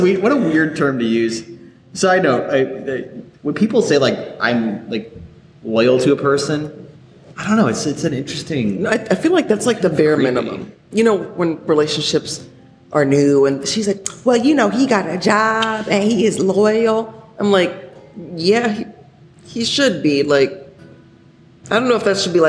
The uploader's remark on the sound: deal with a bit of echo with the audio file